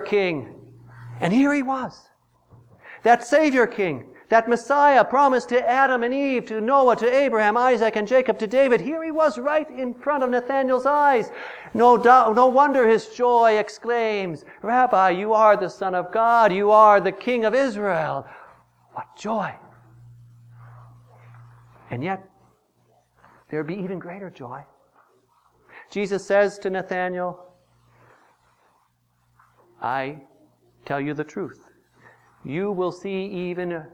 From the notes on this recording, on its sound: Preached on January 18, 2015, for the Second Sunday after Epiphany, at St. John's Ev.